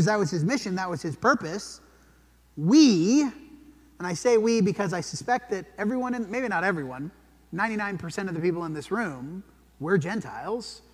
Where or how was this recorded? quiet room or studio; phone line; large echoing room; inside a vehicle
large echoing room